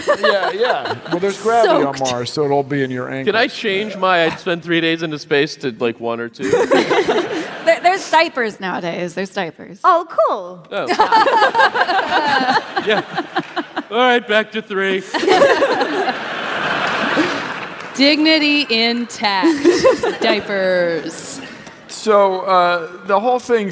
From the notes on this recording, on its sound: StarTalk Live! Citizen Science from San Francisco. Recorded live at SF Sketchfest 2017.